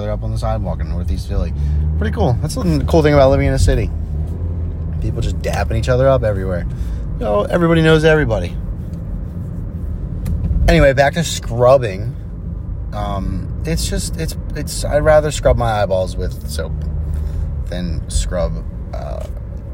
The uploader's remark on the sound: Recorded on mobile in the car.